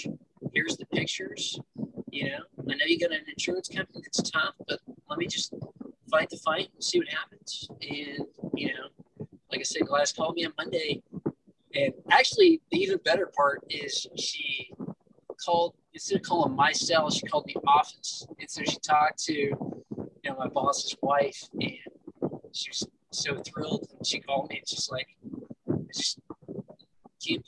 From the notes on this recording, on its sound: I apologize about the audio quality.